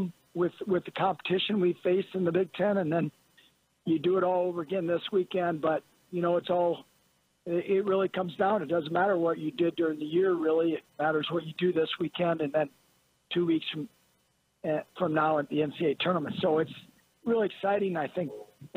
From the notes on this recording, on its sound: a phone call